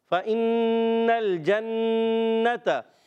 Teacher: کے درمیان سے اب یہاں نون پر پھر تشدید آ گئی نون مشدد ایک الف کا غنہ کرنا ہوگا جی ہاں فَإِنَّ الْجَنَّةَ اور تا پر زبر ہے اس کو